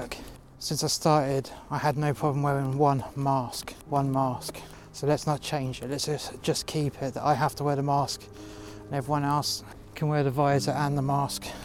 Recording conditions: outdoors